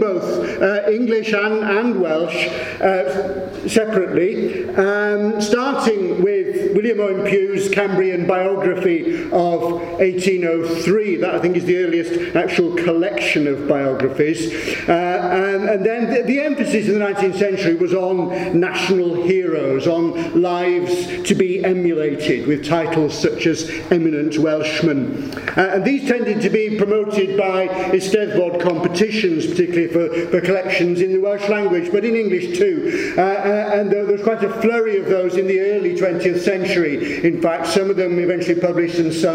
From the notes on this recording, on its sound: It was recorded at a Cymmrodorion event in April 2015.